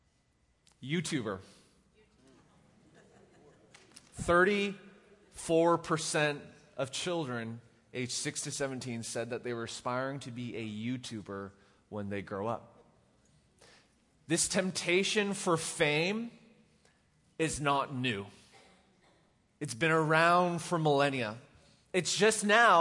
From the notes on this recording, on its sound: Recorded live at The Fellowship at Two Rivers